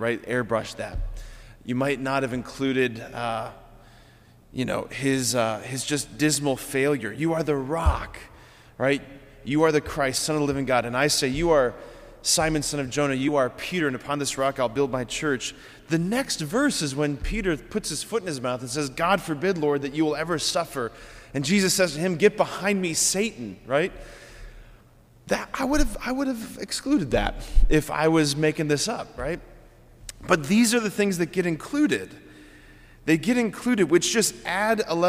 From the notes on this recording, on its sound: preached this homily on October 10, 2023 at Sacred Heart of Jesus Catholic Church in Wadsworth, OH